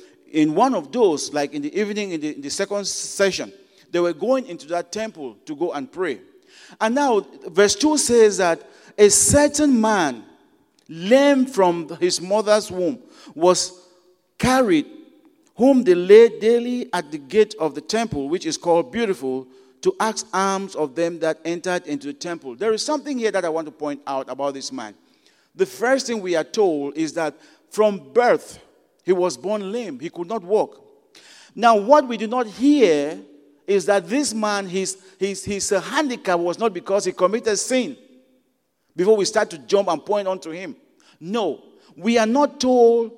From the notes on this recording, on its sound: At Broadway Baptist Church, Lexington, Kentucky.